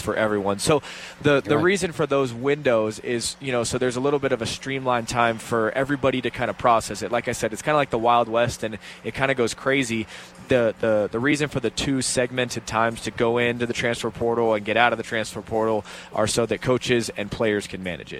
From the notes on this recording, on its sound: Live at The District Pub & Kitchen.